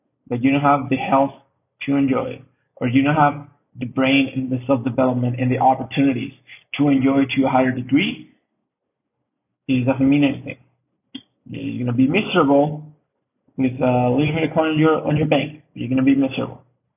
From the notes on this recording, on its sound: Sorry for the quality of the sound, we had some technical problems